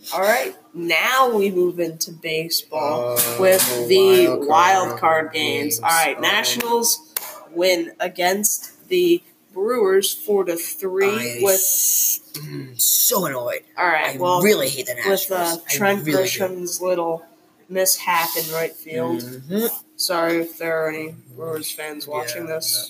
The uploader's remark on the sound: We have a lot to talk about but we still have yet to find a quiet location so please excuse the noise in the background.